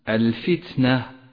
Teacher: جاء حرف التاء في هذه الكلمة ساكنا ضعيفا يحتاج إلى صفة قوة تظهره وتوضحه، وهي صفة الهمس